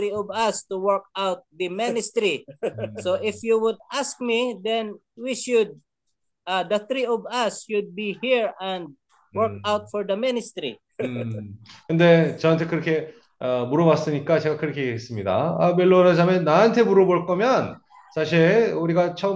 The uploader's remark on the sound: Zoom meeting.